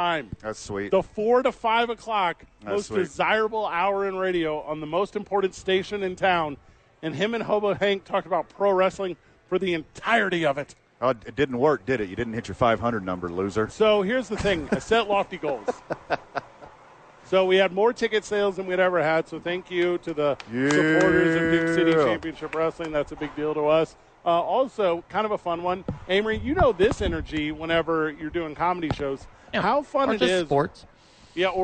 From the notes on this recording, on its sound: live from Isotopes Park.